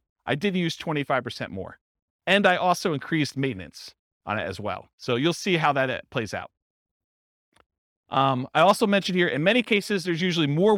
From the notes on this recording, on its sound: This was a live class recorded